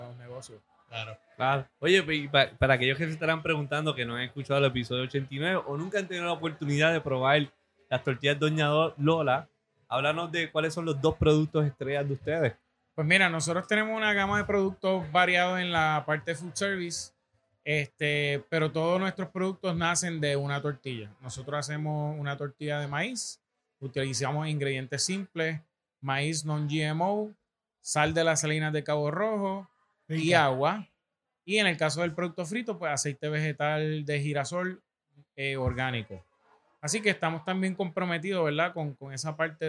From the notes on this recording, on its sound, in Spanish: Grabamos este episodio especial desde el Taste Food Fest